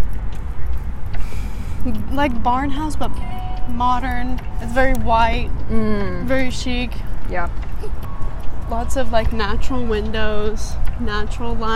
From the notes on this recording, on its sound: This week we take a walk